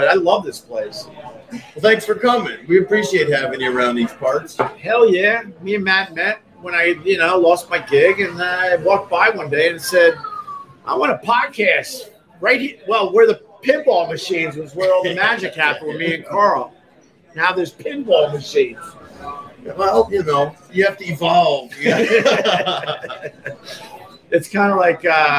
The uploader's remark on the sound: Live from Gebhards